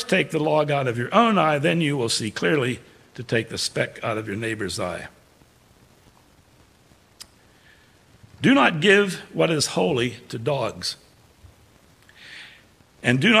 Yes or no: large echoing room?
yes